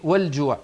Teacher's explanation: بين اللام في والجوع. والجوع لأنها قمرية